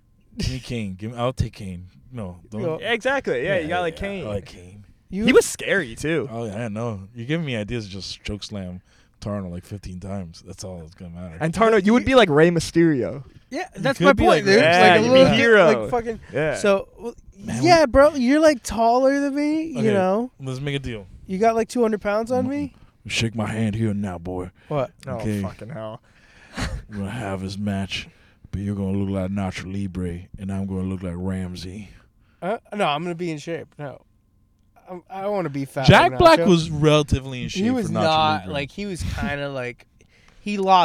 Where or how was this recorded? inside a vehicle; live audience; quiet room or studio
inside a vehicle